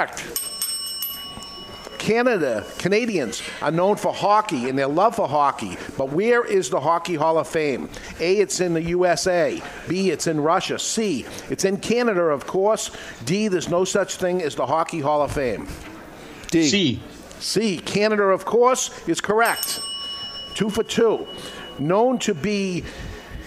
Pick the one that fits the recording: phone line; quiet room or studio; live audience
live audience